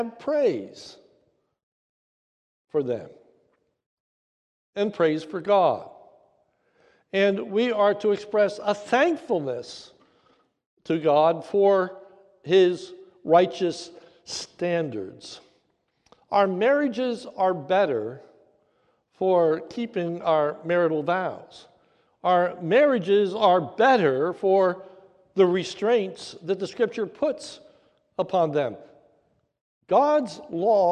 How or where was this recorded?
large echoing room